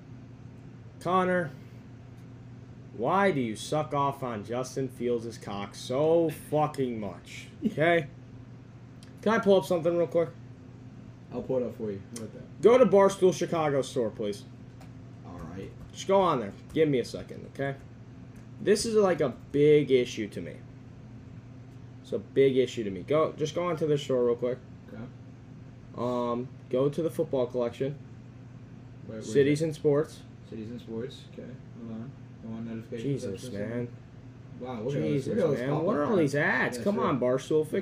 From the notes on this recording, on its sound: This episode was the first ever Live recording done over TikTok live.